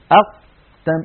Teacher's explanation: القاف لما نقول أق جربوا هكذا لو سمحتم تجدون بأنه لا يمر نفس أبدا ولا يمر صوت أبدا. أق ينقفل مخرجها انقفالا تاما، فهي حرف مجهور ليست من حروف الهمس، وهي حرف شديد لأنها من حروف أجد قط بكت أجد قط.